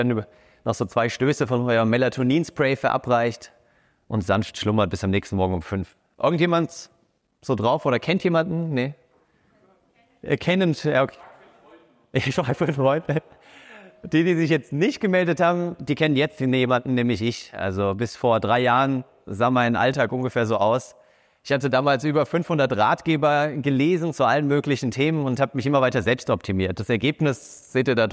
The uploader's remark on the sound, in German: Diese Episode entstand bei unserem Sidepreneur Meetup München in der wunderbaren Eventlocation pawrti. Diese Episode entstand bei unserem Sidepreneur Meetup München in der wunderbaren Eventlocation pawrti.